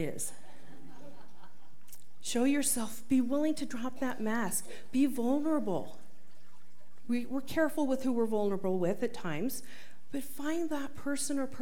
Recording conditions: live audience